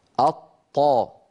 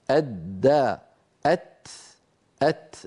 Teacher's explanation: مؤخرة اللسان يختلف شكلها بين الطاء من جهة وبين الدال والتاء من جهة. إذن الدال والتاء كما نرى على اللوحة التي أمامنا الآن هي أيضا من طرف اللسان ومن أصول الثنايا العليا، ولكن من غير ارتفاع لأقصى اللسان.